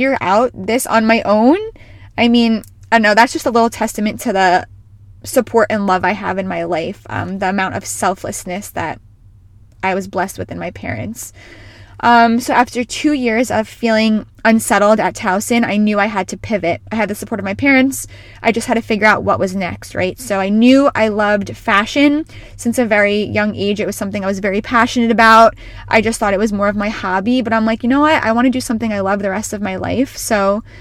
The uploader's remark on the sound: She is recording from her car